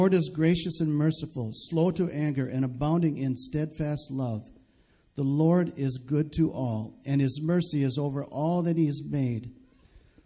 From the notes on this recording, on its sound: Recorded live at Bethany Bible Church.